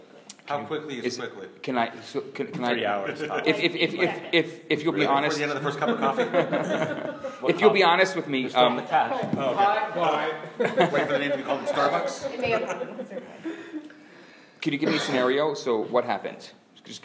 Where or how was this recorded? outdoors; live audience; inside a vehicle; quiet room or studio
live audience